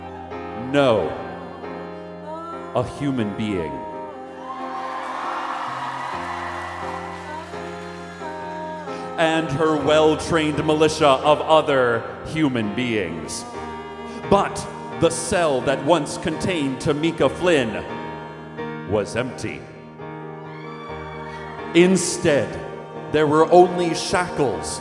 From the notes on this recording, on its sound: This episode was recorded live at The Town Hall in NYC.